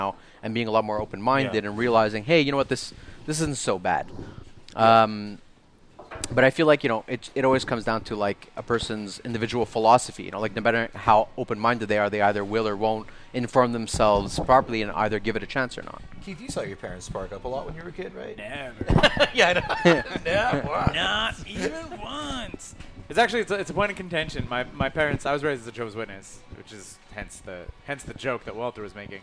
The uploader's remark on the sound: recorded at the back of Grumpy’s since March!